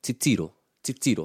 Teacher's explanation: So you got the two first syllables in a word of three syllables. The stress is on the middle one.